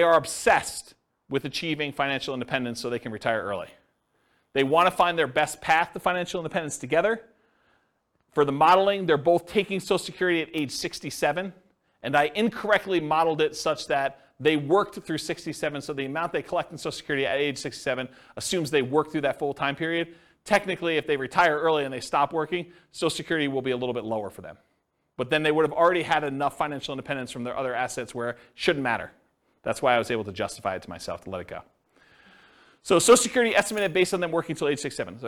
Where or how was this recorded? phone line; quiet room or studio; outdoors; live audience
live audience